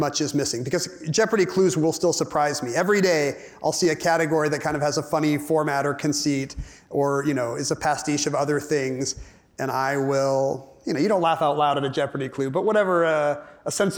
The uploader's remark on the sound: from the 2023 Crosscut Ideas Festival